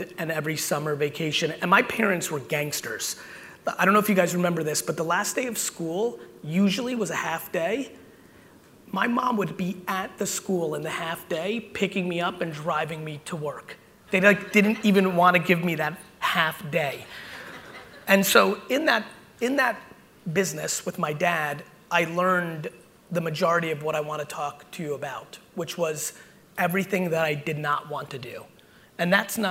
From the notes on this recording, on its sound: BUILD IT Keynote 2021. Today's episode is from a killer keynote I gave in New Jersey recently!